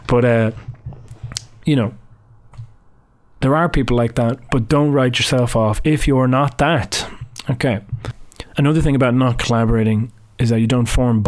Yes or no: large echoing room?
no